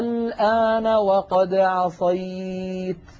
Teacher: ألف ساكنة مفتوحة ما قبلها، وبعدها لام ساكنة وهي واللام غير مشددة، ولم يأتي هذا المثال إلا ولم يأتي المد اللازم التي بعده سكون غير مشدد إلا في هذه الكلمة على رواية حفص عن عاصم. · Term: مد لازم